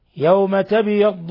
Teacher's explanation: قوله تعالى يوم تبيض، باء ساكنة قلقل في لفظ تبيض